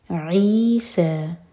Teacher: مثلا عیسیٰ، دیکھیں یہاں پر عین ہے، عیسیٰ نہیں کہنا ہے، عیسیٰ، عی بھی دو حرکہ اور سا بھی دو حرکہ اور عین حلق سے